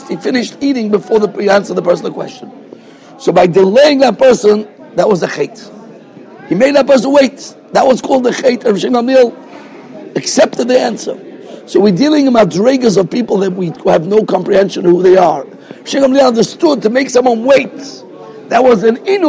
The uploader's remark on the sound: Shiur recorded in Yeshivas Ohr Reuven, Monsey, NY.